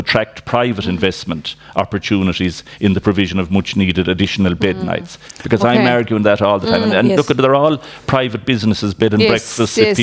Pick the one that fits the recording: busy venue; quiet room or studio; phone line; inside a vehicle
busy venue